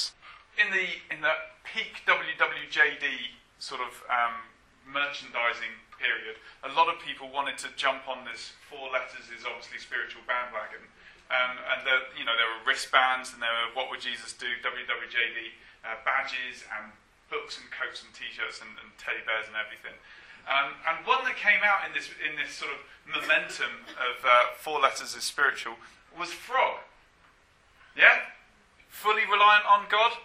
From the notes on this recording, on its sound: apologies for the poor sound quality on this track